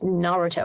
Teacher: this emphasis is on the first syllable instead of the middle one, which is what we're used to.